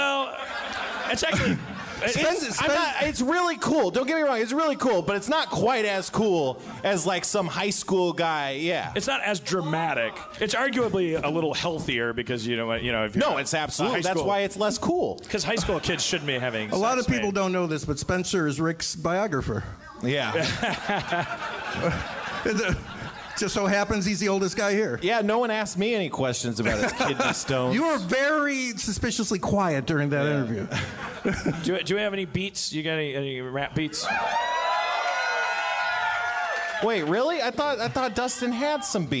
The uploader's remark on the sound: LIVE From Magic City Comic Con